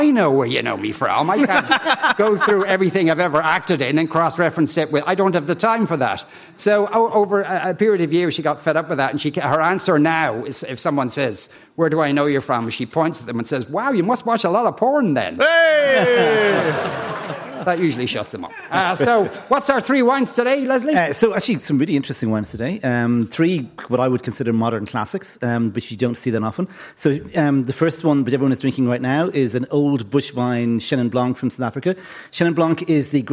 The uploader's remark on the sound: LIVE from The Sugar Club in Dublin